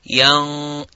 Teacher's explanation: You'd say yanqalib. And be careful not to make the ya mufakham, but you make the ghunna mufakham. You make the ghunna have that heavy full mouth.